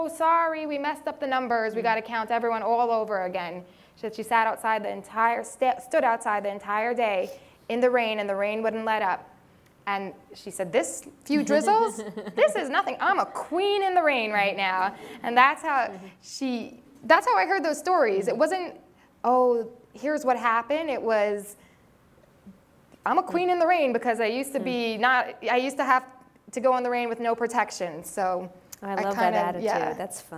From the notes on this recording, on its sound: we back to our in-person event